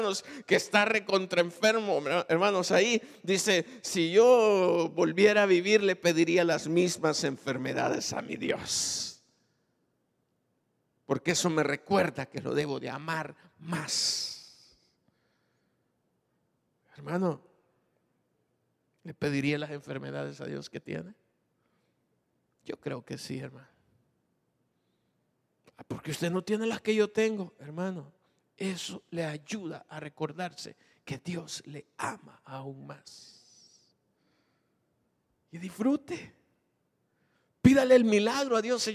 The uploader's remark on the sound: Recorded live. Grabado en Iglesia Genezareth.